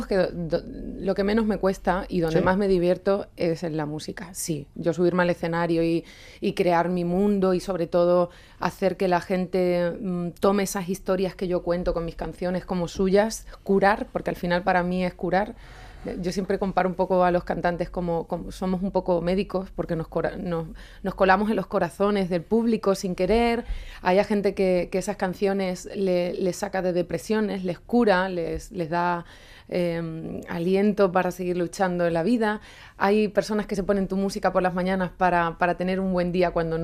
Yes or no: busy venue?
no